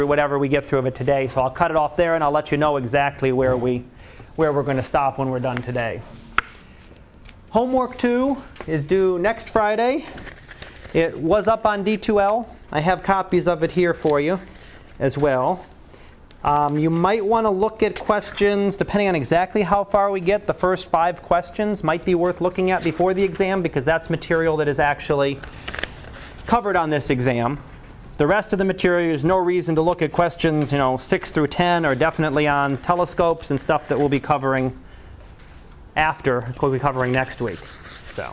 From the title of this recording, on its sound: Live Class Lecture